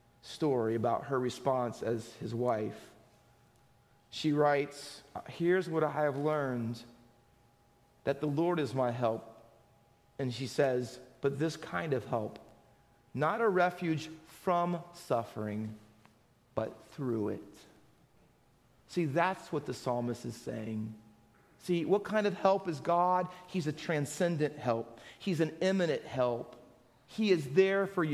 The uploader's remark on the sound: Faith Baptist Church in Hamilton, NJ.